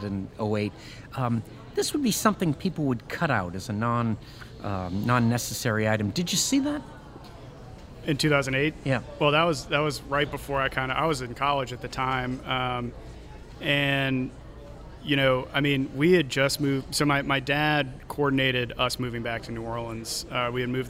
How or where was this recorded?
busy venue